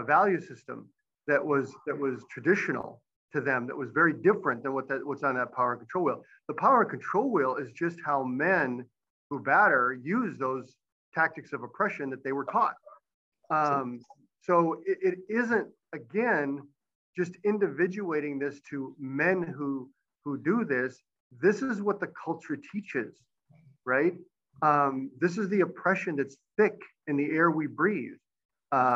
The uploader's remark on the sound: Recorded live via Zoom